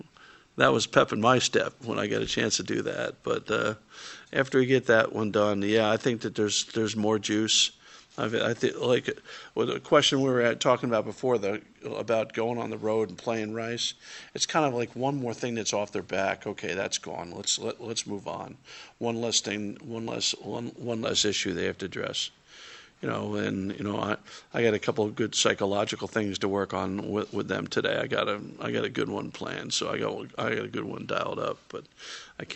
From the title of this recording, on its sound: Press Conferences & Post-Game Interviews